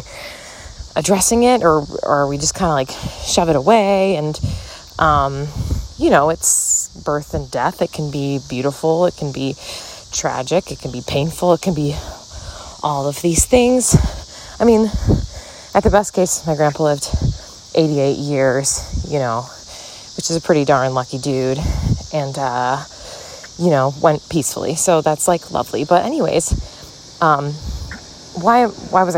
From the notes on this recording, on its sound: Walk & Talk. On a walk through the neighborhood!